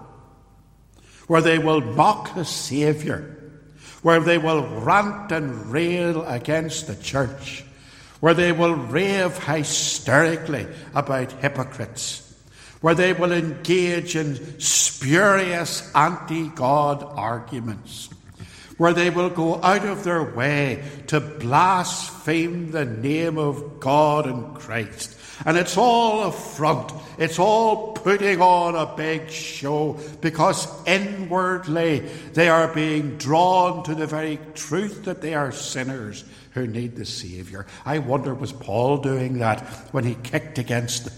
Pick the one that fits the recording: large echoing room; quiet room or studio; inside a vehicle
large echoing room